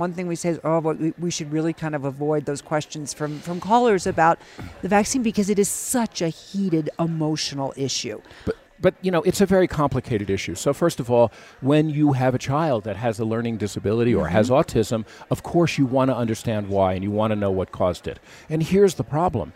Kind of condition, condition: setting, busy venue